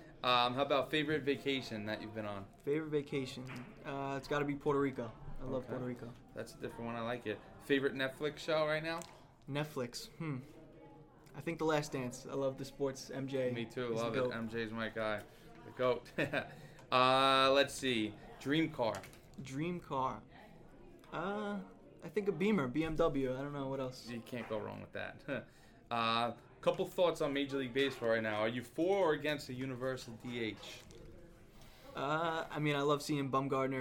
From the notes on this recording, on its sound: we are filming live from Showtime Athletics in Holbrook, NY